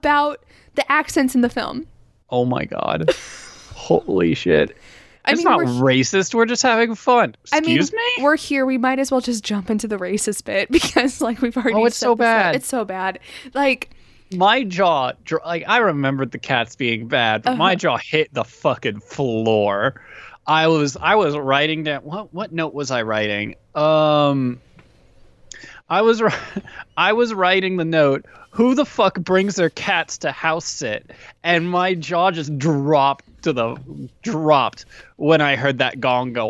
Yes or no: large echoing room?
no